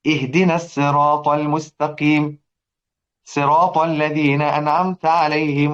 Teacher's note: سيدنا قنبل عن ابن كثير ينطق كلمة الصراط بالسين